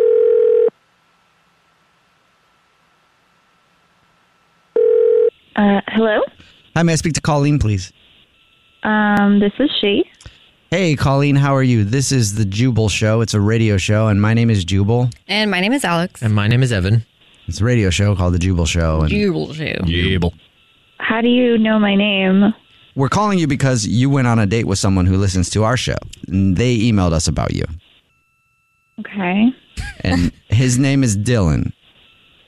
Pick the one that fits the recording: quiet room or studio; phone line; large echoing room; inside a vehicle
phone line